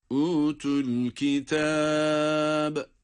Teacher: ince ve zahmetsiz bir kalkale